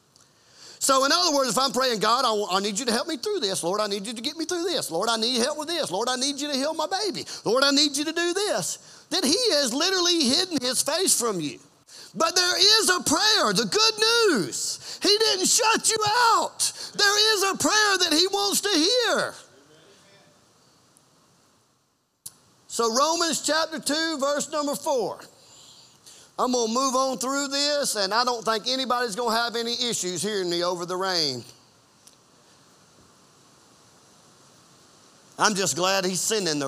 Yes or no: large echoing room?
yes